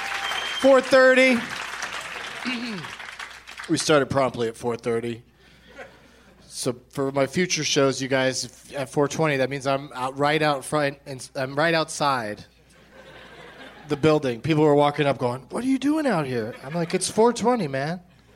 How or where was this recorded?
live audience